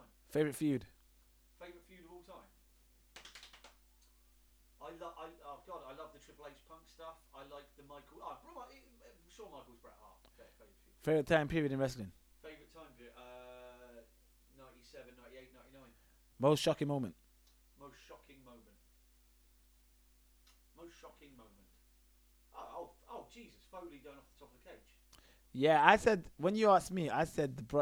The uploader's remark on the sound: Apologies for the poor sound.